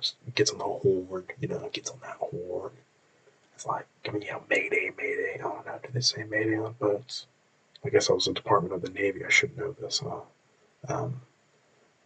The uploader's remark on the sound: I also forgot to use my very expensive recording equipment for this recording, so I sound like I'm swimming with an Orca.